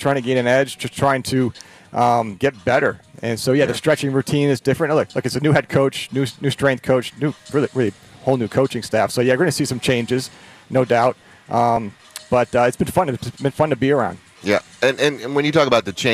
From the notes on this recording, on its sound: Live from Chargers Training Camp. Live from Chargers Training Camp.